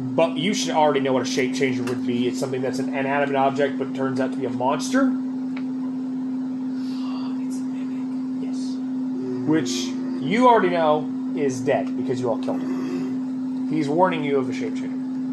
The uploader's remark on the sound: Please excuse the buzzing our setup was charging during our session our better sound quality will return next week.